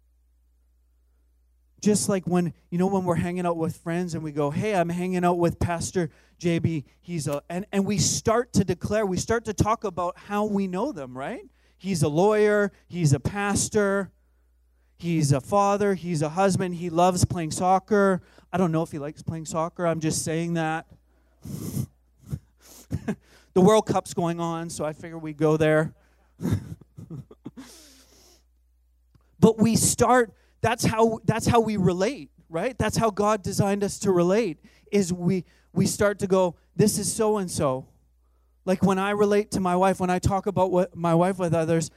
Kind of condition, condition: setting, large echoing room